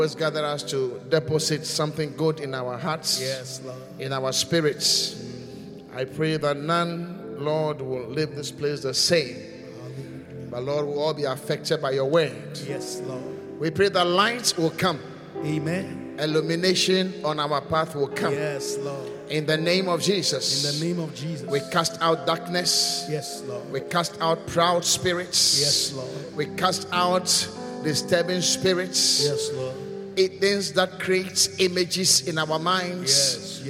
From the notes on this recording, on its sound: Preached at the Qodesh